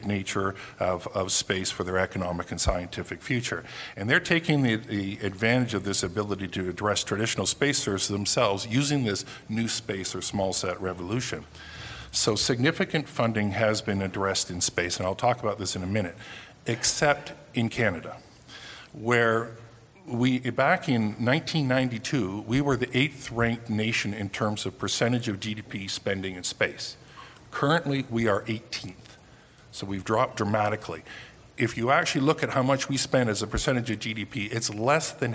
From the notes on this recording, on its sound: Panel discussion from the recent Canadian Science Policy Conference. Short questions and answer session. I would like to thank to Canadian Space Policy Centre for providing us this audio recording.